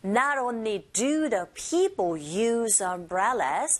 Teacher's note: 동사 use는 쓰가 아니라 z로 발음된다는 거